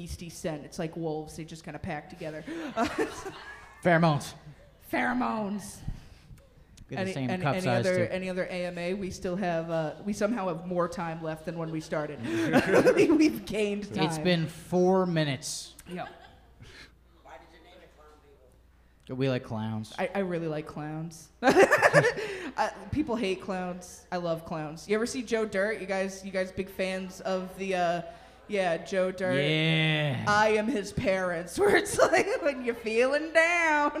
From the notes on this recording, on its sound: LIVE! From Electric Haze. It was a ton of fun doing it live.